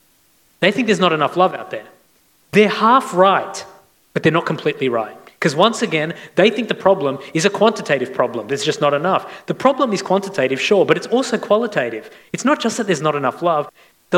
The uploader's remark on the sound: This recording was taken from a Q&A session at Chapel of the Holy Spirit's Fireplace event in February 2022, Singapore.